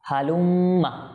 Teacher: মিম তাসদীদ গুণনা হবে